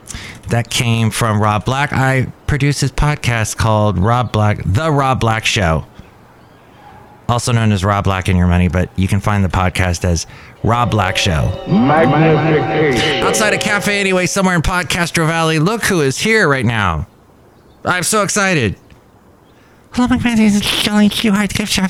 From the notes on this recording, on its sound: podcasts live from Café Anyway